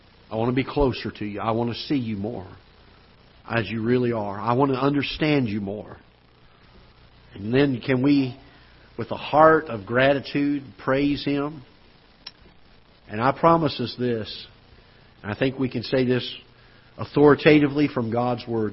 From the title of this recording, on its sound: Ketha Heights Baptist Church ~ Live Broadcast